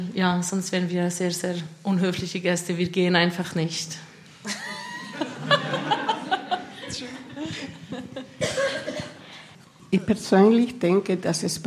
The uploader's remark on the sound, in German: öffentlichen Podiumsdiskussion